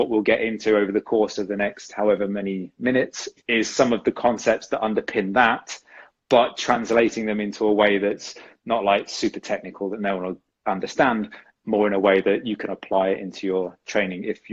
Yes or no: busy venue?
no